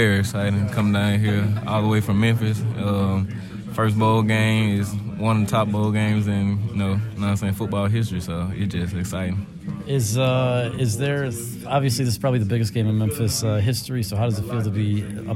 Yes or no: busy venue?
yes